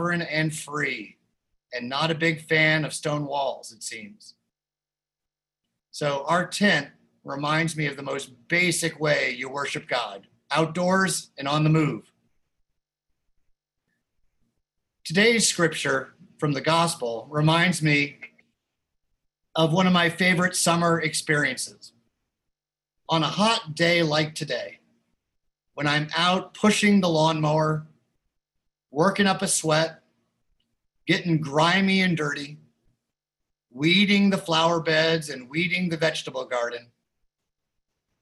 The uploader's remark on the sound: Recorded live in Zoom.us. Opening bell chiming by the Philadelphia Guild of Change Ringers.